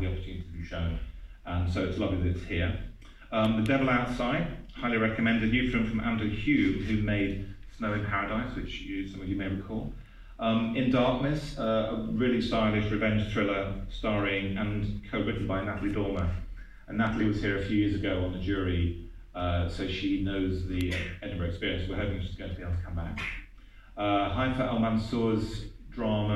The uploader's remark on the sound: the launch of this year's Edinburgh International Film Festival at the Filmhouse on Lothian Road